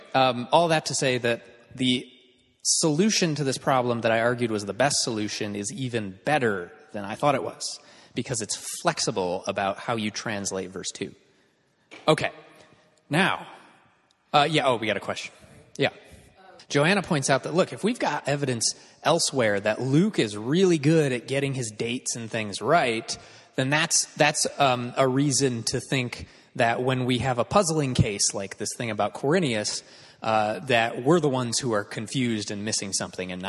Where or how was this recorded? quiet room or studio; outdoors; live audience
live audience